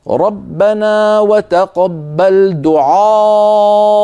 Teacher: ففخم حرف العين والألف التي بعدها